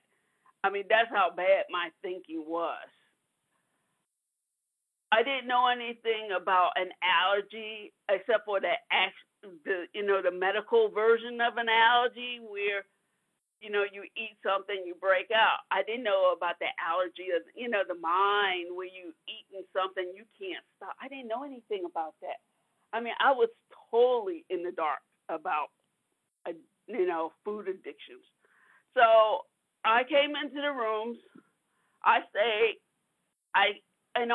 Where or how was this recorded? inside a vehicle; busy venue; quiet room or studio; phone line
phone line